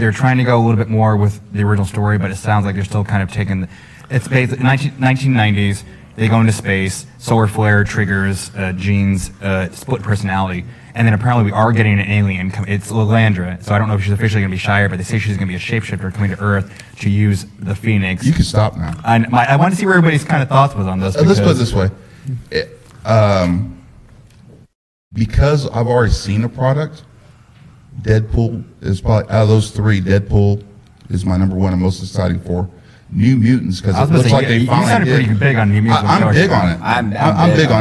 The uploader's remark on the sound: We were live at Who Needs Sleep 2017!